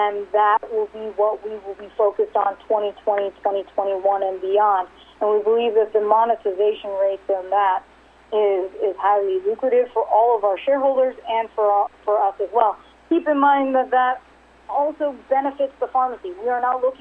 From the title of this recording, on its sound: RXMD 2019 3rd Quarterly Conference Call